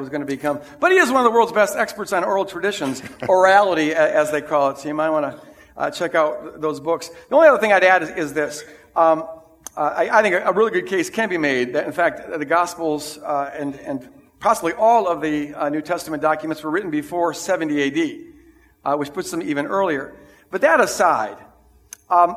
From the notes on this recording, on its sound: This is the recording of the 9:00 Sunday service.